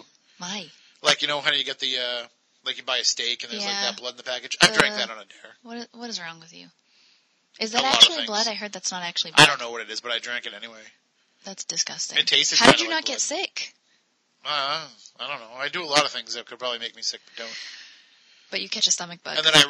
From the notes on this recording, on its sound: "Spooky Southcoast" prerecorded. AUDIO ISSUES.